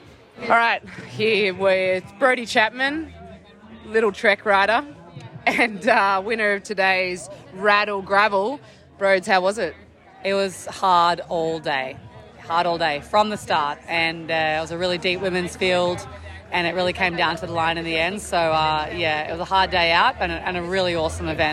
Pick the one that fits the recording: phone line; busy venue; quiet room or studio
busy venue